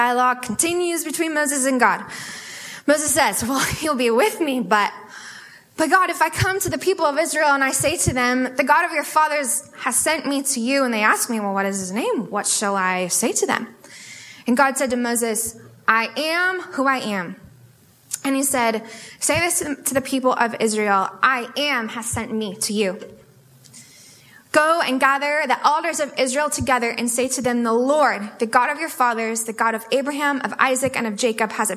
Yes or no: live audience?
yes